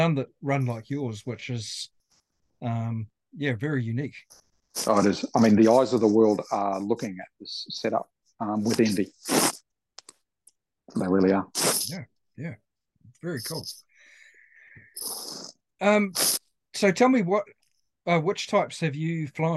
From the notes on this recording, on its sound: Zoom.